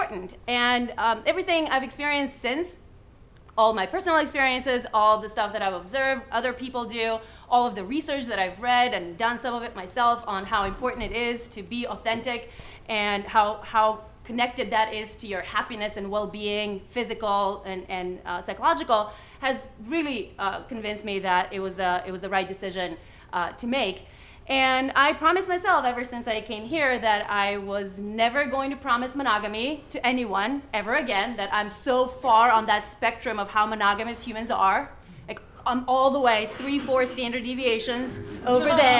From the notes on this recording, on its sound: Recorded at the touchpoint town hall in NYC on June 5, 2018 at The Assemblage Nomad.